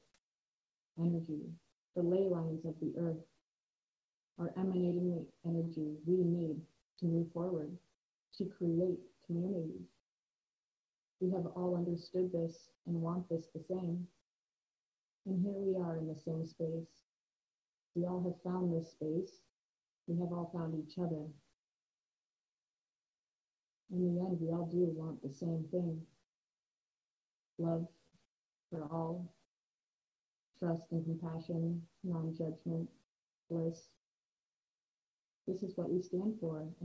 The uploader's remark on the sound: I want to first apologize for the audio quality that occurred during this recording.